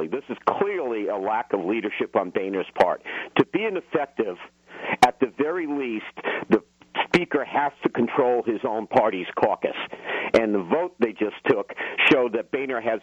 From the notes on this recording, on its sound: take calls to see what the audience thinks